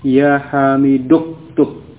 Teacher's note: Di sini uktub kemudian diawali kata ya hamidu ya, di mana hamzah yang ada di awal pada fi'il amr ini adalah hamzah wasal, sehingga ketika didahului oleh kata yang lain maka hamzah wasal itu tidak diucapkan, sehingga langsung dibaca dari hamidu langsung masuk ke huruf kafnya yang sukun